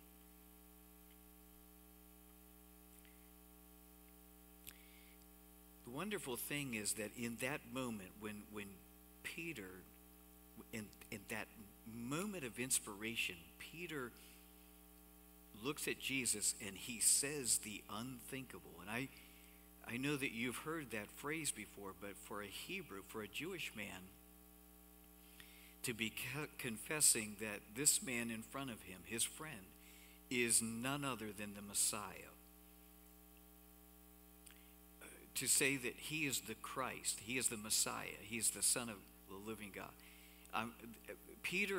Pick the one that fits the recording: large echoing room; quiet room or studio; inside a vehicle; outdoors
large echoing room